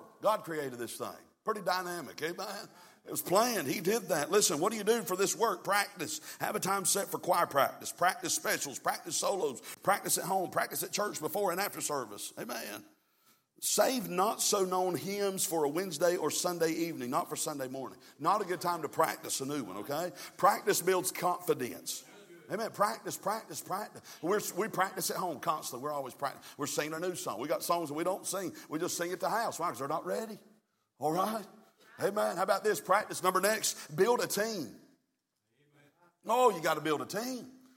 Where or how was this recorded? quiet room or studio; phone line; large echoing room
large echoing room